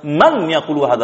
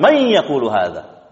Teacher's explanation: tapi mereka idghamkan nun sukun kepada apa? Kepada ya. · Shown in: second take · Oleh karena itu mereka mengatakan may yaqulu hadza.